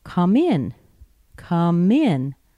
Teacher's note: In gets the stress because these are phrasal verbs.